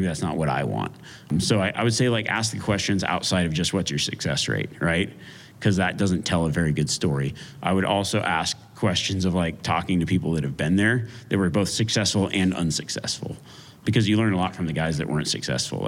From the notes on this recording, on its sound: a live Q&A during the Western Hunt Expo